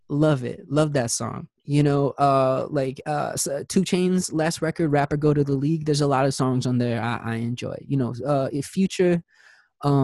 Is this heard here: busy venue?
no